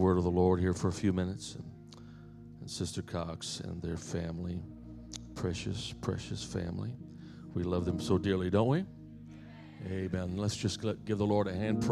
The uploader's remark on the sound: This message was recently preached at my home church, "The Pentecostal Church" of Harvey, IL.